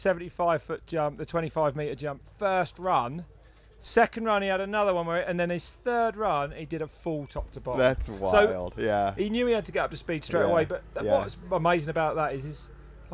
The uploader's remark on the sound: on-site at Hardline Australia